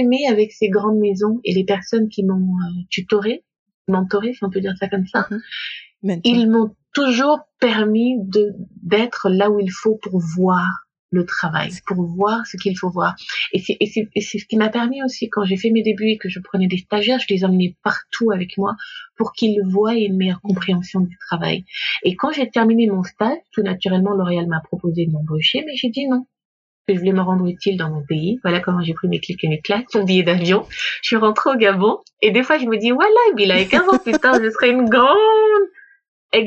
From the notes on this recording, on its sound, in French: Dans cet épisode enregistré à distance